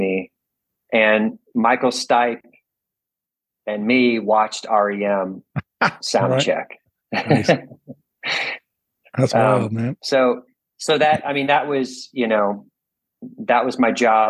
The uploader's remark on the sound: Joins me via Zoom.